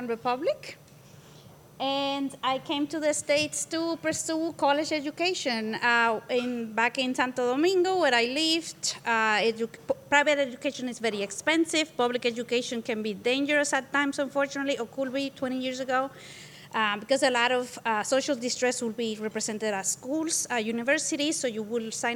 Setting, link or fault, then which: setting, busy venue